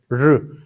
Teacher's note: it's a rolling R, it's the retroflex, the cerebral R, which means where you put the tongue up to touch the vault of the palate